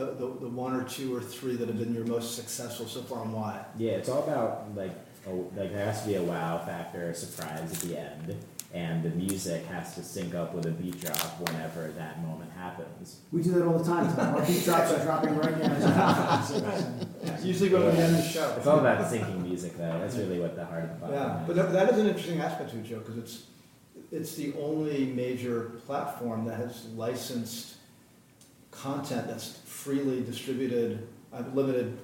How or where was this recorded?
busy venue